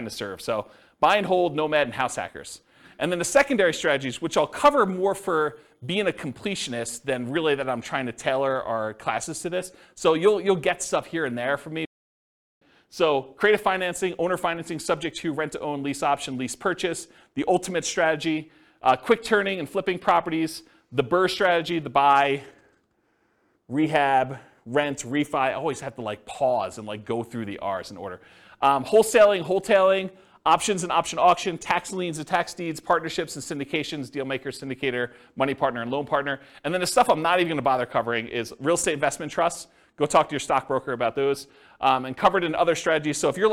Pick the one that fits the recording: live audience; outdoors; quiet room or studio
live audience